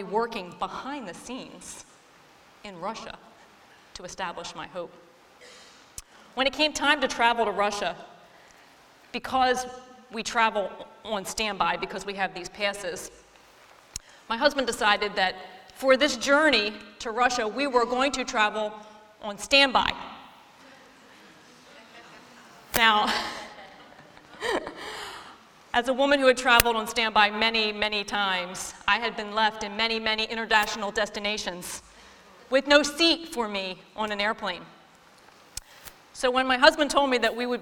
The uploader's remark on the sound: this week’s episode taken from our Hope Beyond women’s conference